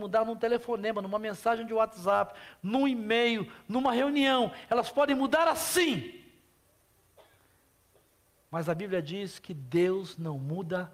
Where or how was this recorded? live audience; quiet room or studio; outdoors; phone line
live audience